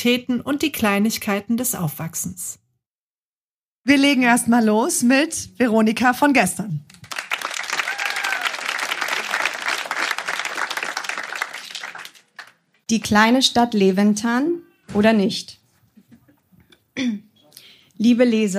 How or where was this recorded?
live audience